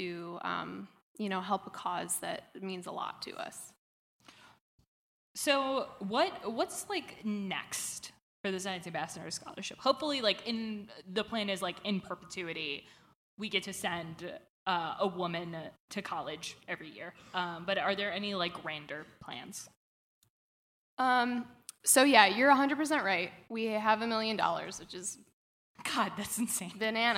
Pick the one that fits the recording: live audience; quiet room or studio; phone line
live audience